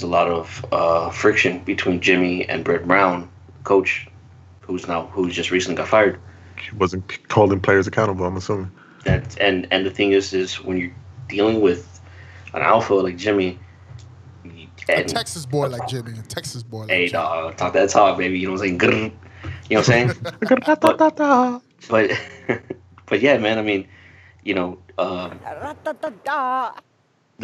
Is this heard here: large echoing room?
no